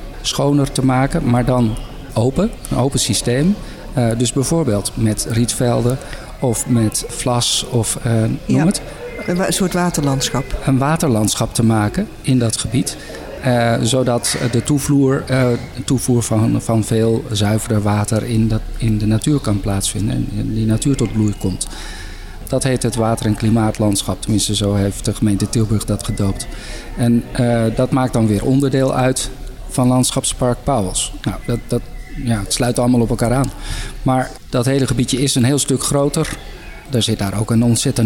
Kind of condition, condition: setting, busy venue